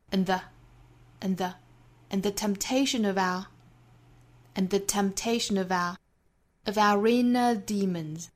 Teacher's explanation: 同样 our 和 inner 之间带出小 r 音